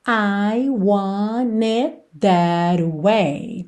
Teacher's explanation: Aqui ele ligou want com it, pelo N, want it. E percebe que você não ouve o T de it, só esse corte mesmo do som